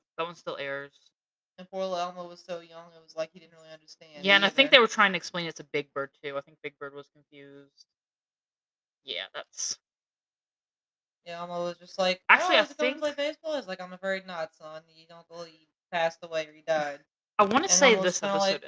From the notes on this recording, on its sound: Sorry for the not so great audio.